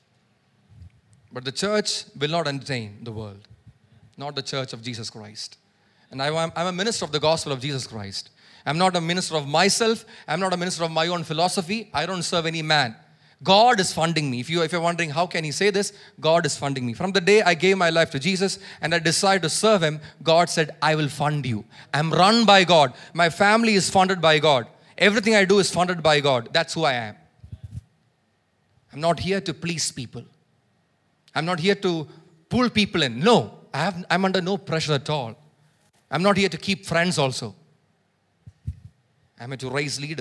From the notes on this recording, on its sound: preached at Sunday Service on 2 July 2023 at Revelation Church